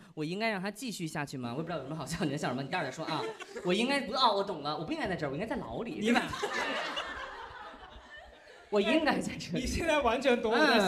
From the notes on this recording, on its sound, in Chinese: 本期的节目就是上周六我们在线下举行的一周年录制活动